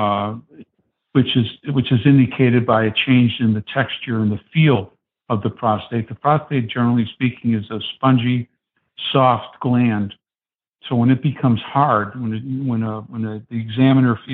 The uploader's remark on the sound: The Not Old Better Show on KSCW, via internet phone.